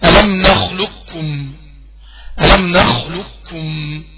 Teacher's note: كده ما فيش قاف مطلقا. كأن بعد اللام كاف. هو ده الادغام الكامل.